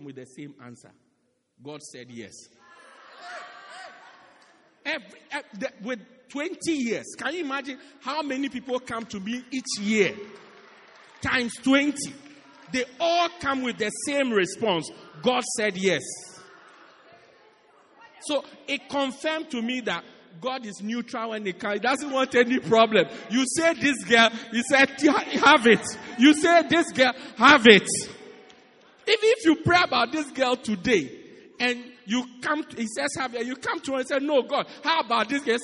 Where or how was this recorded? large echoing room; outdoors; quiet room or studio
large echoing room